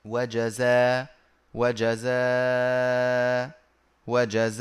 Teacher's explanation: إبدال الهمزة مع القصر والتوسط والمد